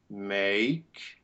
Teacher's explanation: When we have this closed A in English, it always is a diphthong and is not as closed as in German or French.